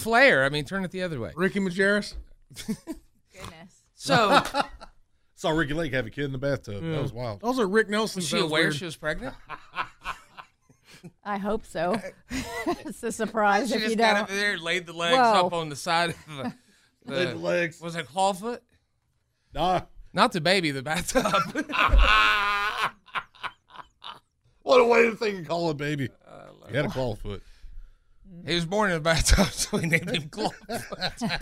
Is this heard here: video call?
no